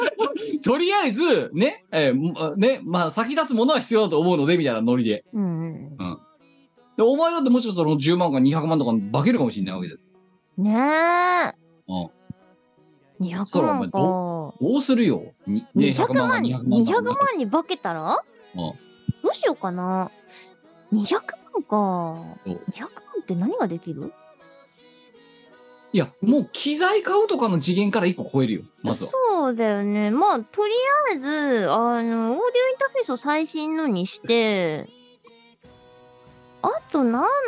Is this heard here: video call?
yes